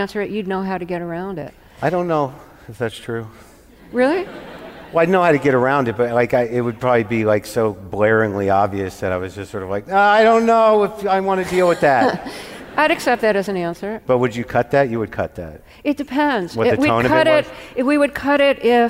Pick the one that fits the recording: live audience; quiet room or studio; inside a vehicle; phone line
live audience